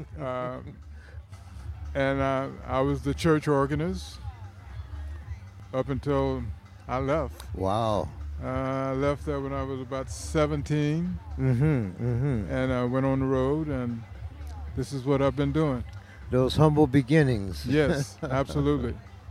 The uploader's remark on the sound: Malcolm X Jazz Arts Festival. Interviews recorded at the festival by First Voice apprentices. Live music performances recorded at the festival.